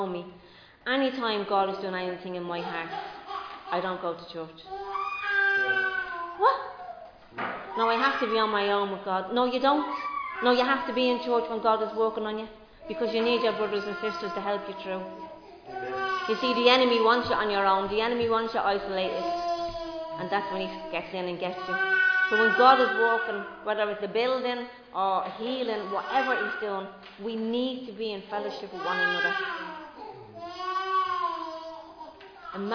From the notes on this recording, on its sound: Recorded live in Liberty Church.